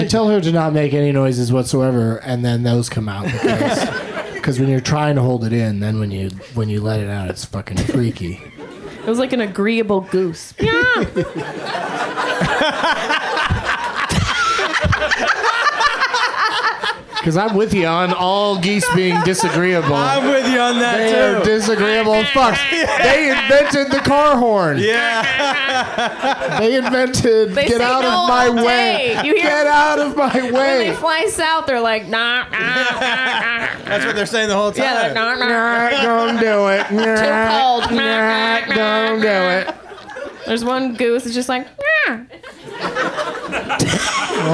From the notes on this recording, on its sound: Live from the UCB Franklin in LA